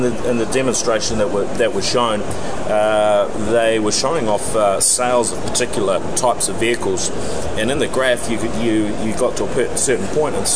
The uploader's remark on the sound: This special edition of the NZ Tech Podcast reports from day 2 at Microsoft’s Worldwide Partner Conference (USA).